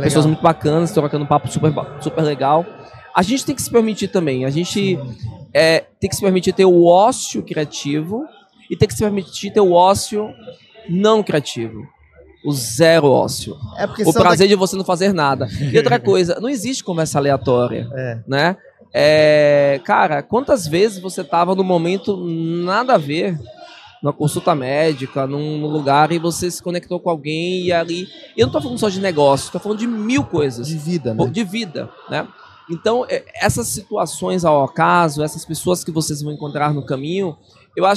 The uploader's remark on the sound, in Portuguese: Este episódio é parte de uma série "pocket" gravada durante o Startup Summit 2023, uma colaboração entre a Invisto e o Economia SC.